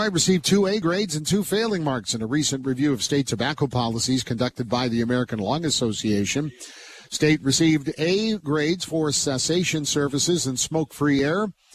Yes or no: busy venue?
yes